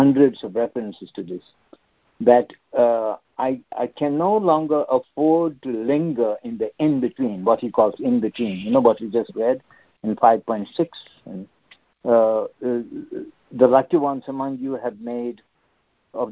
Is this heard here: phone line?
yes